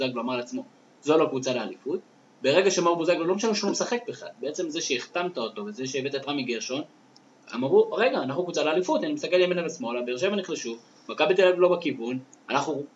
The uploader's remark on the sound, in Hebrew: האחראי סאונד הקבוע של הפודקאסט נעדר אז תסלחו לנו על הירידה החד פעמית באיכות הסאונד.